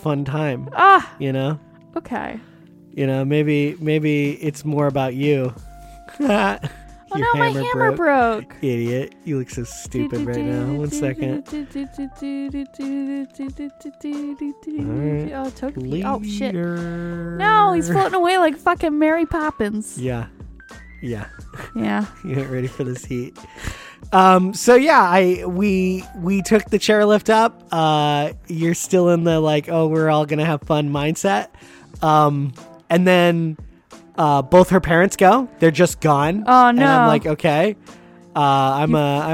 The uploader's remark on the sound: Sometimes, it’s just kinda hard to talk in the car.